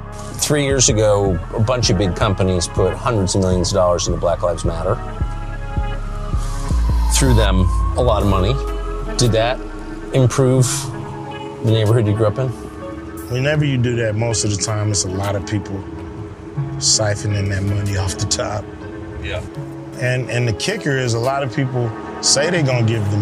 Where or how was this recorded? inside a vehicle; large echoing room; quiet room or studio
inside a vehicle